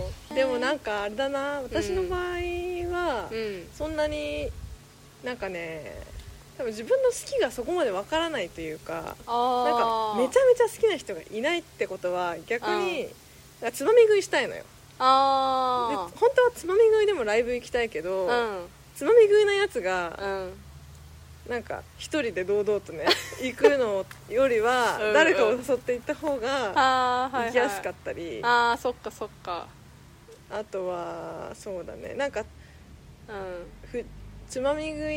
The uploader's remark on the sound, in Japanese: 今回はお庭収録です。